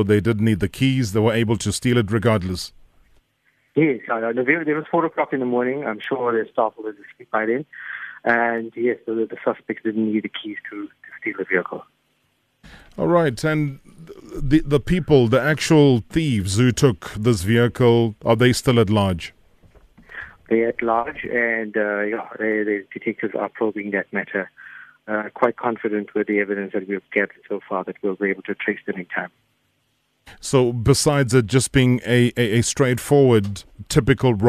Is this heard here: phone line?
yes